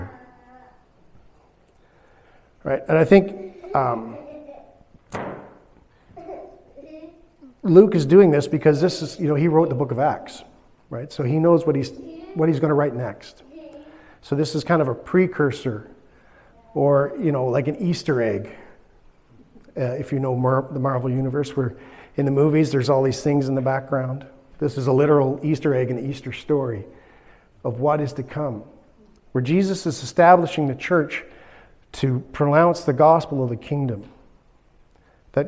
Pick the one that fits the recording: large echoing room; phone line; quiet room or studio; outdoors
large echoing room